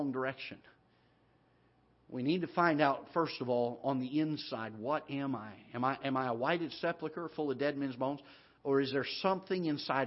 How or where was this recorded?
large echoing room